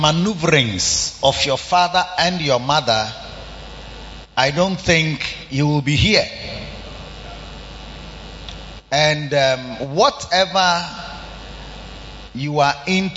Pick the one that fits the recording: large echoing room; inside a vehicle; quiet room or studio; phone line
large echoing room